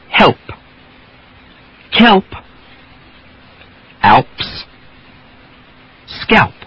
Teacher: you have to have the slight release, that soft explosion of the P.